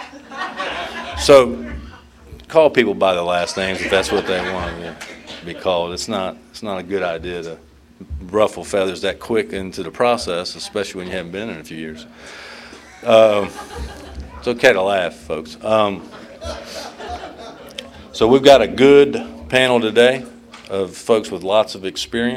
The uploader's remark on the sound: at the 34th Freeedom From Bondage Conference in Aberdeen NC in 2023